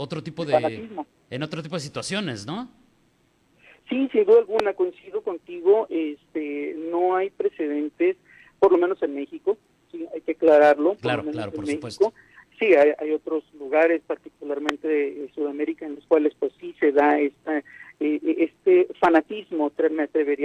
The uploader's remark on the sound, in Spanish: entrevistamos vía telefónica